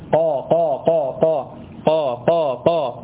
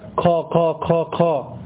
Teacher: القاف مش مهموسة، قاف من جوه شوية · Shown in: first take · قا قا قا قا قا قا قا، وليس قا قا قا قا، عشان كده بيهمسوها.